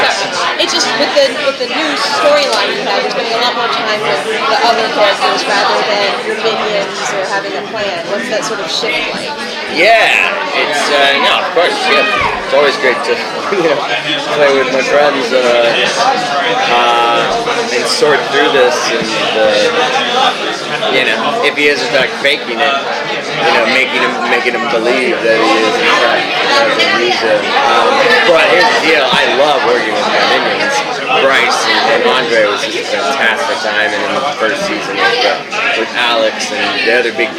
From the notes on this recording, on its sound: Round Table Interview - iZombie Comic-Con 2016. DCTV Podcasts got the chance to participate in the iZombie Press Room at San Diego Comic-Con.